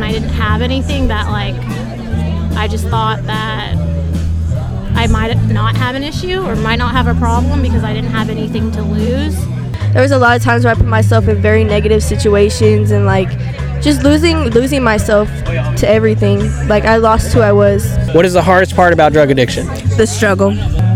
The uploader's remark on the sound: Live at a recovery event and asked people in sobriety what the hardest part about drug addiction was for them.